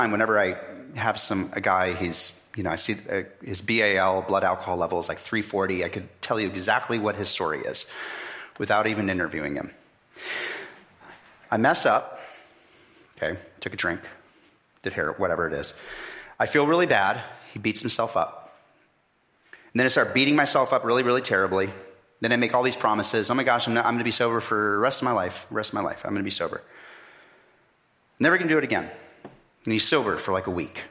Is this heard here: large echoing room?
yes